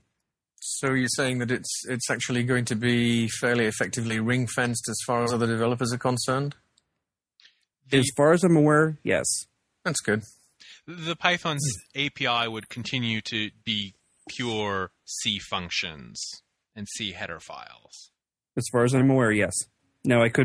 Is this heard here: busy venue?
no